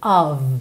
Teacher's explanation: escrito com um F, sempre, sempre, sempre vai ter som de OV. Of.